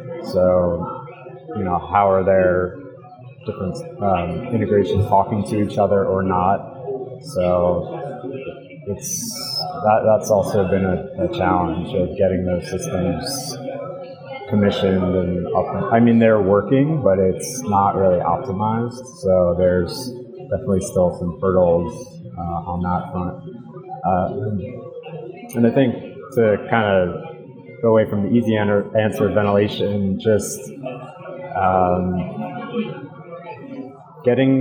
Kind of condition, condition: setting, busy venue